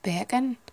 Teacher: in Liverpool you'd have the sort of softer C, it'd be like bacon.